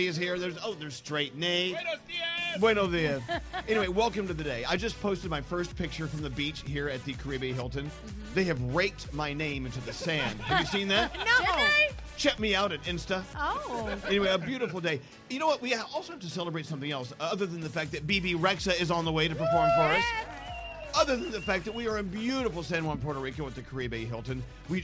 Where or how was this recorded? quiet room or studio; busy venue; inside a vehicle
busy venue